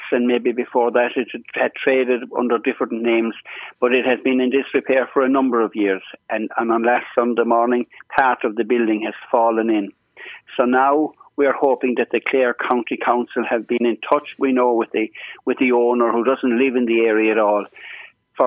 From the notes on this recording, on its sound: joined on the phone by Whitegate correspondent